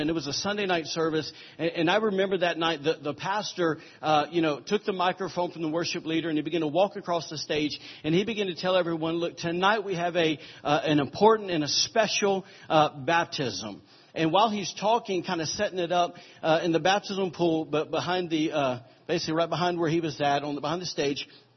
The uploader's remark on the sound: recorded on Sunday, July 30, 2017, during morning service at Celebration Life Family Church